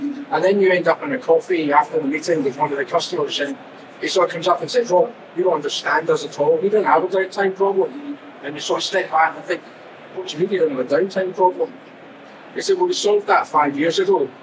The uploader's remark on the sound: At this live session at the Smart Factory Expo in June